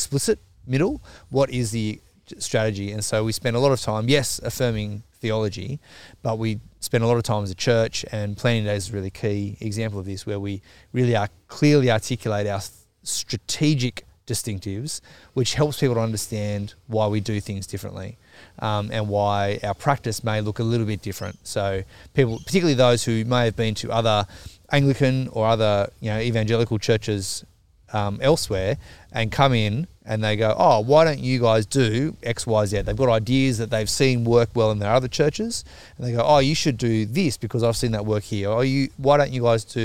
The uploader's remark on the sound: In the first ever episode outdoor AND not recorded in the Third Space Studio.